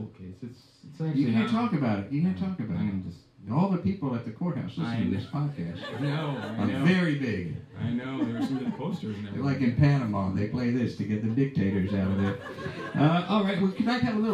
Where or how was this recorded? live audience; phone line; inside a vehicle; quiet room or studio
live audience